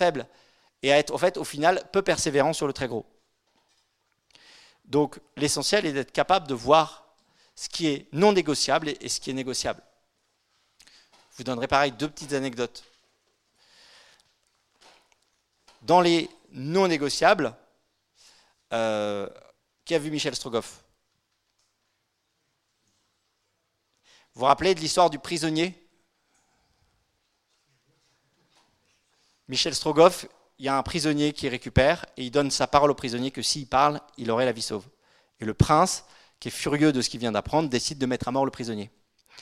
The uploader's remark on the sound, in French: Conférence donnée lors de l'université d'été 2018 d'Academia Christiana